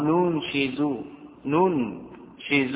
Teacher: بضم النون الأولى مع سكون التالية وكسر الشين